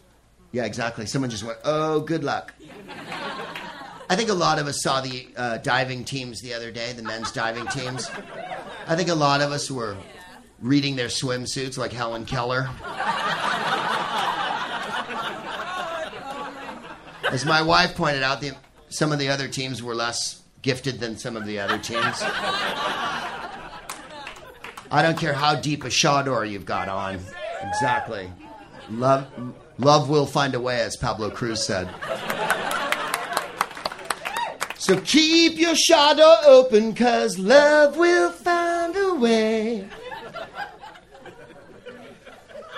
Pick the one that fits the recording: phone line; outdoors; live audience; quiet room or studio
live audience